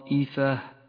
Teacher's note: جاء حرف المد وبعده الهمزة في كلمة واحدة مد متصل